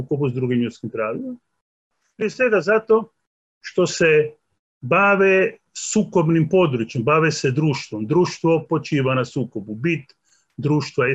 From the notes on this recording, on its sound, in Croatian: na Zoom platformi